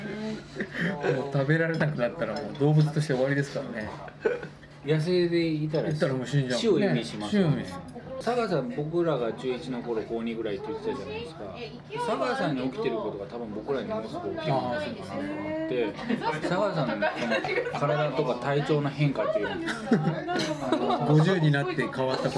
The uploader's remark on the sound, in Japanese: バルで収録したため結構ガヤガヤしてます。